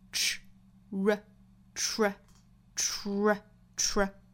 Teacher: 一定不要单纯的发成 ch，应该注意后面有一个 r 的发音才对 · Term: 辅音连缀